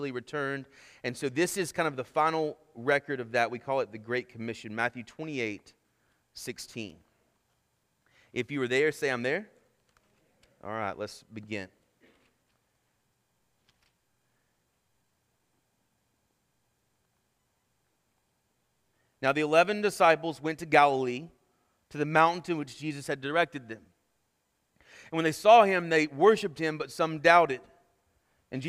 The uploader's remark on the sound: Sermon Audio from our Worship service